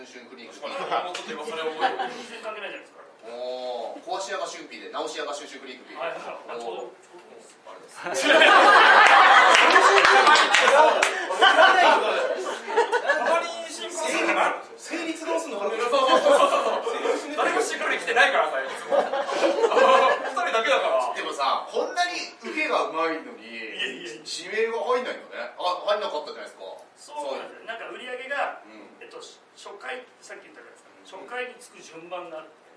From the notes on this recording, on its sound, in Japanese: 秋葉原ZERO-Gで行われた。YouTube公開収録ライブ「辞める勇気としがみつく美学」。